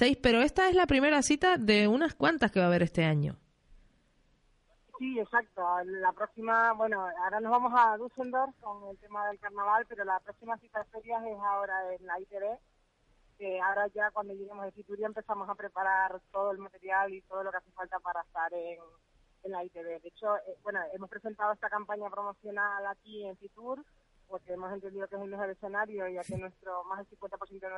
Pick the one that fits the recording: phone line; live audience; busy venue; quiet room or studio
phone line